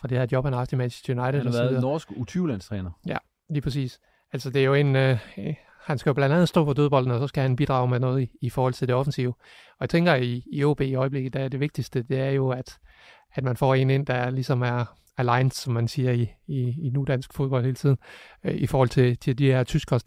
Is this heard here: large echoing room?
no